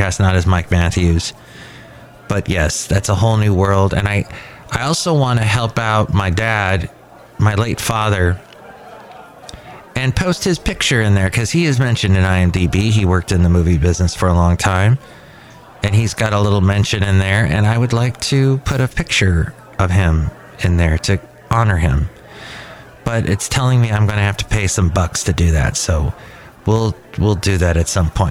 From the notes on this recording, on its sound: podcasts live from Cafe Anyway